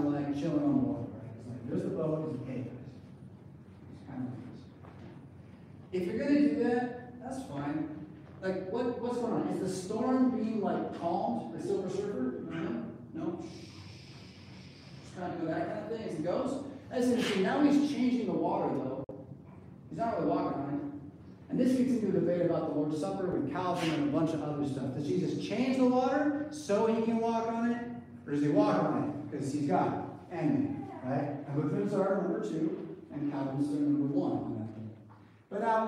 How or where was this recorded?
large echoing room